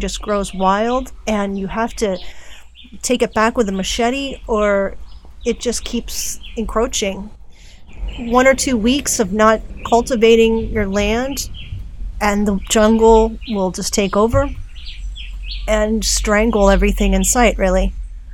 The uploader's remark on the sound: More from the island today (recorded from a cabin in the rainforest of Naguabo, Puerto Rico).